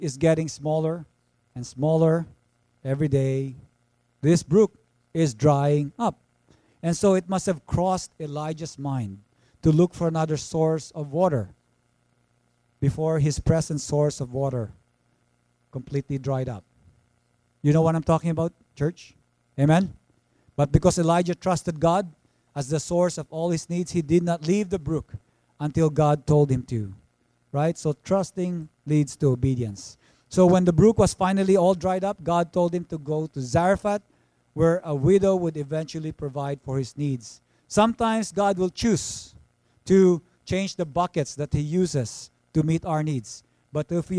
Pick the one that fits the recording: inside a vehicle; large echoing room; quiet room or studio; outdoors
large echoing room